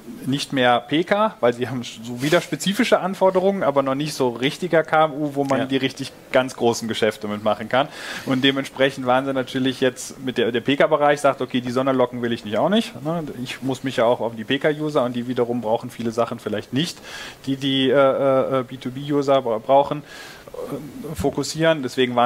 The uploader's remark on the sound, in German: Live von der BEX20